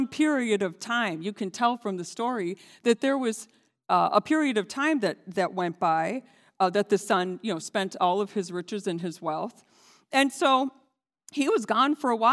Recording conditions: large echoing room